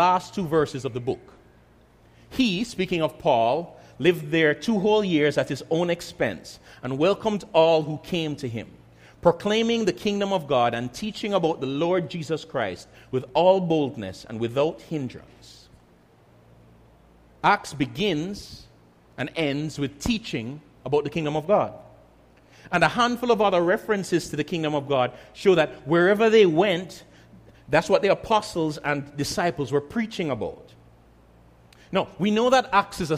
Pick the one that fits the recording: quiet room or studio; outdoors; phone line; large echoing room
large echoing room